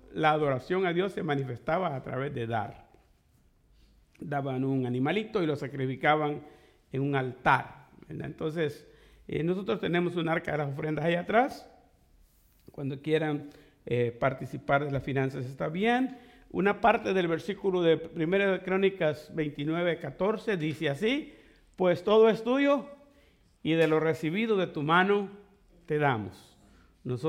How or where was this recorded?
large echoing room